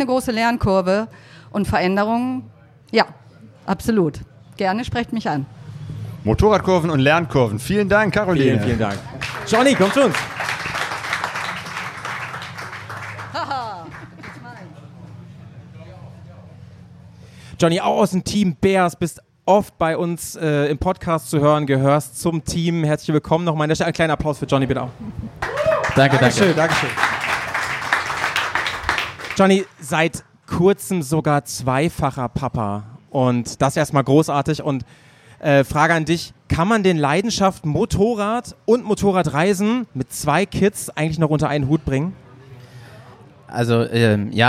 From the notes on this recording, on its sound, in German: Live im Café Fahrtwind. Es entstand ein Livepodcast mit Motorradreisenden, Motorradmedienmacherinnen und dem wunderbarsten Publikum.